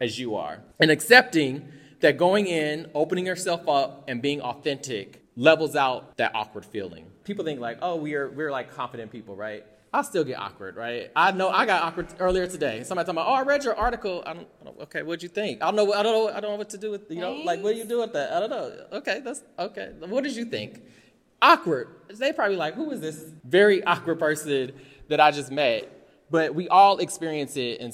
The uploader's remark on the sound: S3_E7_We LIVE Yall_Scholar_Tea Live Recording At ACPA. Join us for our first live audience recording at the ACPA convention in March 2023 in New Orleans.